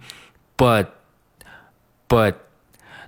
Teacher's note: 你仔细听 but，你会听到一个非常急促的一个停顿 · Term: 半音